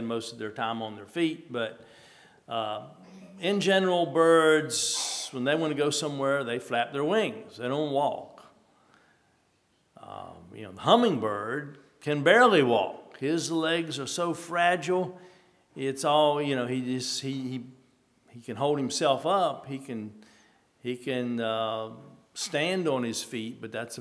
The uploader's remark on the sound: at Hephzibah Mennonite Church on April 23, 2023